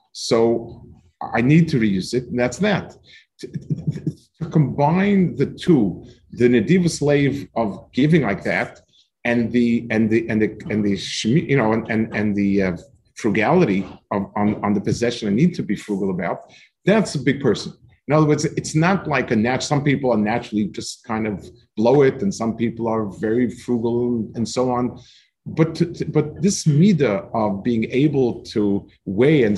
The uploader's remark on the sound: This shiur take place over Zoom on Motzei Shabbos.